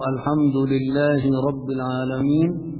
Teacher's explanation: الألف هنا تمد بقدر حركتين، وهذا هو المد الطبيعي لحرف المد، يمد بقدر حركتين، إلا إذا أتى بعد حرف المد همزة أو سكون ففي تلك الحالة يصبح المد أطول من المد الطبيعي.